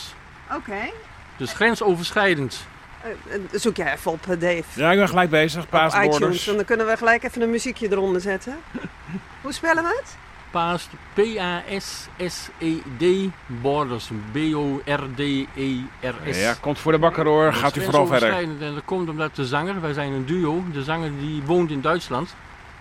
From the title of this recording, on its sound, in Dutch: op de North Sea Jazz-camping